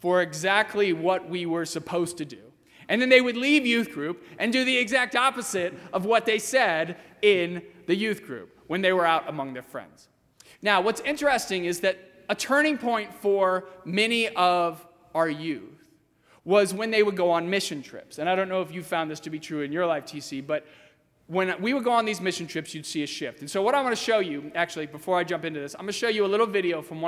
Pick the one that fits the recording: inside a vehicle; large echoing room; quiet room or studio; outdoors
large echoing room